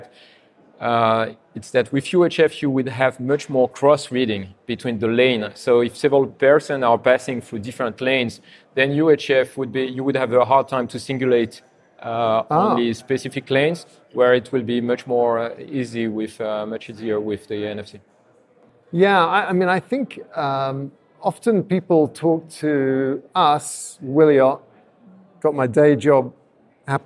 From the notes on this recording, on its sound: Recorded at the AIPIA SHOW in Amsterdam